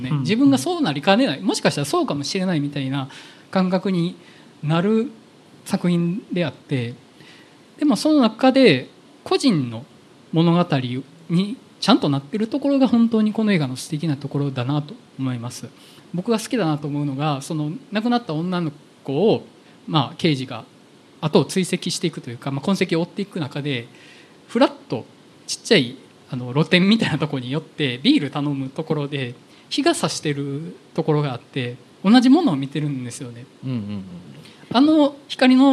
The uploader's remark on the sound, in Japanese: 公開収録in NakedLoft YOKOHAMA。ネイキッドロフト横浜で行われた公開収録にて。